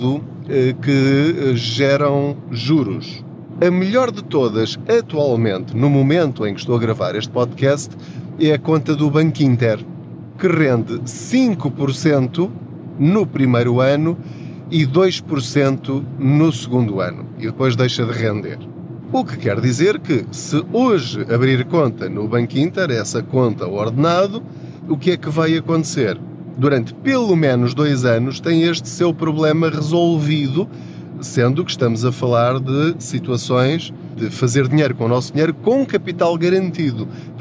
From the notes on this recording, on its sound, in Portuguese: Não ligue aos barulhos da viagem.